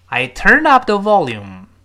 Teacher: Turn up 和 volume 两个，呃，声音是最重的